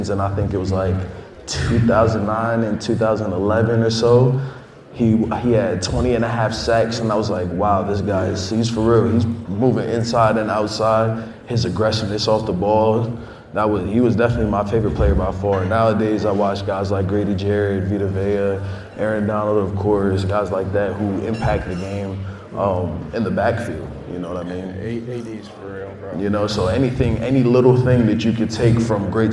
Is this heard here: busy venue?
yes